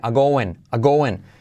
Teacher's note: Are, decae la R